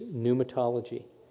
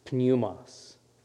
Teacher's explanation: the P is silent, unless you're speaking Greek, and then you pronounce the P · Shown in: first take